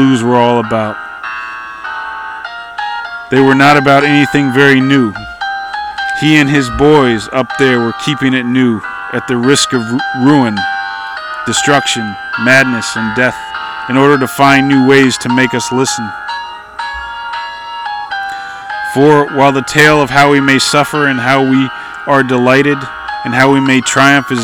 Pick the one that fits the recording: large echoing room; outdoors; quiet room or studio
outdoors